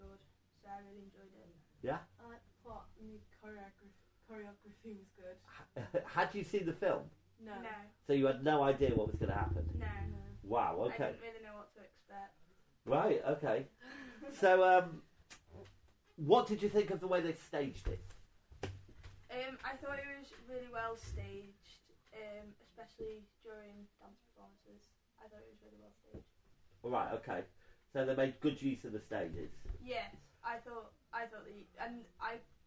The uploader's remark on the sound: Apologies for the sound quality on this one, one of the recorders didn't work!